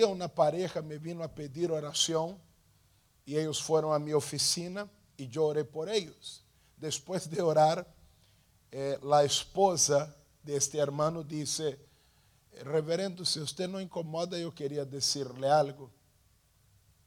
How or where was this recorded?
large echoing room